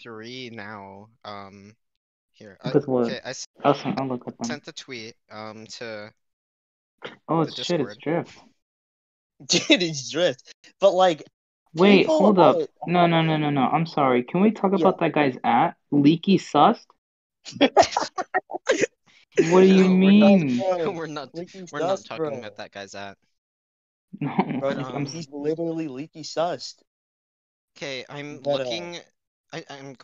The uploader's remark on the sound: Sorry about the audio quality. My editing software just would not cooperate.